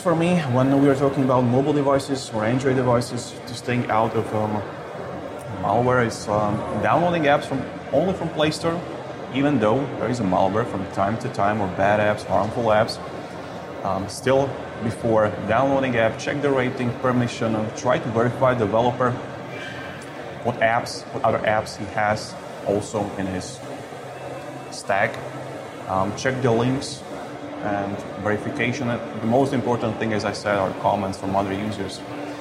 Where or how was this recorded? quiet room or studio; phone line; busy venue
busy venue